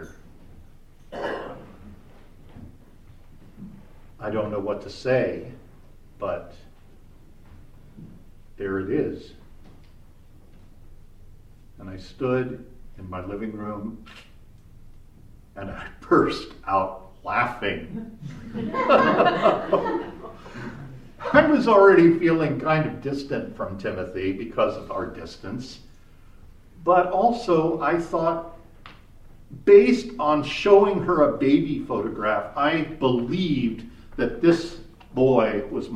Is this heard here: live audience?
yes